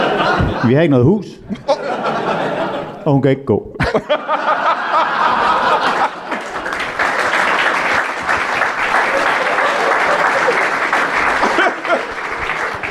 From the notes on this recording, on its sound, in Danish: LIVE fra Aalborg Comedy Club. Ugens afsnit er optaget i Aalborg foran det fineste levende publikum.